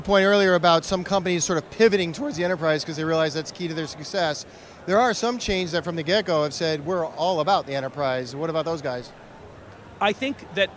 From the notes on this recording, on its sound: The interview took place at the Consensus 2023 conference in Austin, Texas